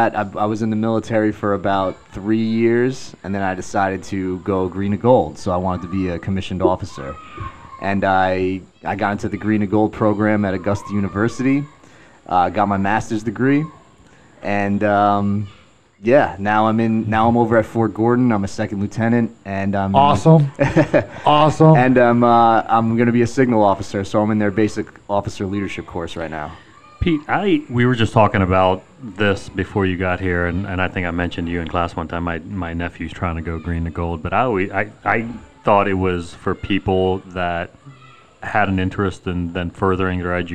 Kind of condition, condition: fault, sounds in the background